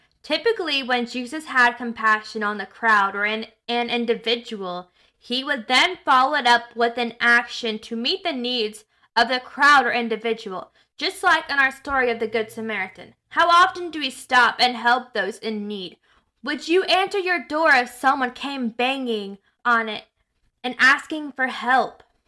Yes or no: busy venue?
no